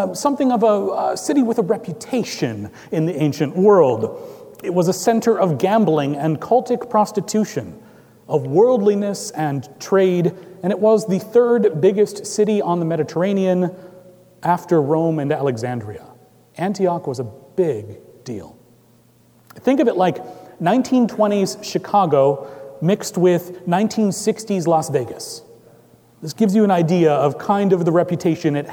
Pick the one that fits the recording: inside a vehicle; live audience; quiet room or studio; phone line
live audience